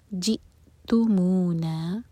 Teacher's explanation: حمزہ ساکن پر cut off sound لیکن قلقلہ نہ ہو